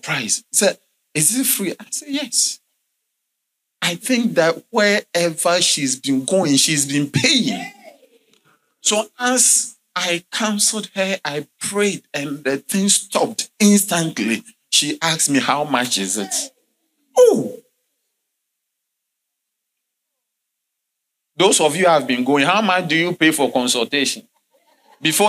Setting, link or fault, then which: setting, large echoing room